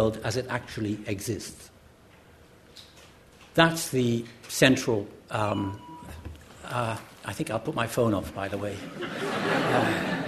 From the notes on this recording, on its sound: This event forms part of the LSE Space for Thought Literary Festival 2015